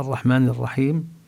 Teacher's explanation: اللام التي هي لام التعريف، اللام المعرفة، تدغم بالراء